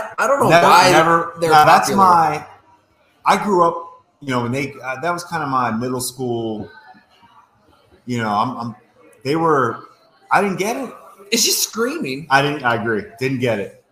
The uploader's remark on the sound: I discuss live at Fattey Beer Company in Hamburg